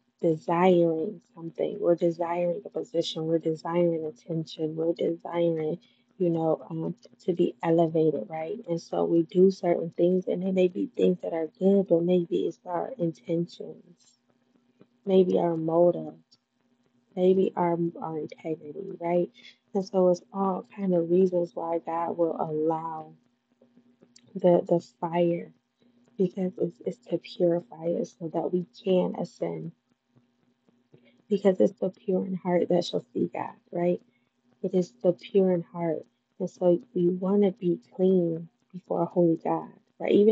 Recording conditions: poor microphone